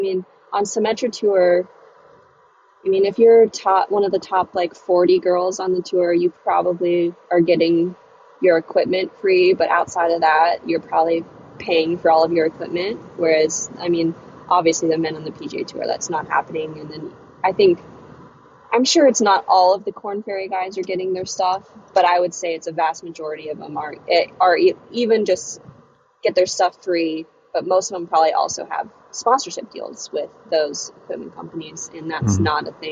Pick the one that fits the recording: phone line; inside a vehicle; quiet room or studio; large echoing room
inside a vehicle